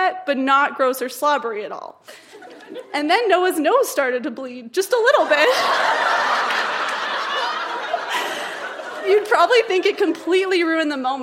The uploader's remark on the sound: Recorded live at The Rec Room in Edmonton.